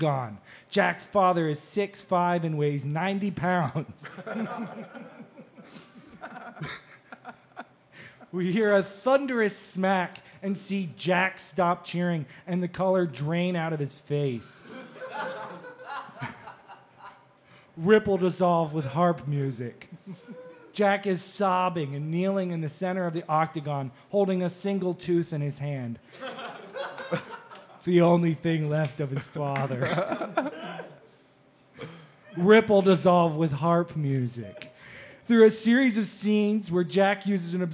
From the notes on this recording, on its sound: This episode - our second live one EVER - is packed.